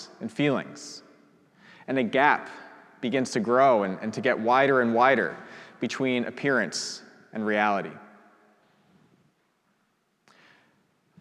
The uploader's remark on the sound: Preached at our celebration of the Holy Eucharist.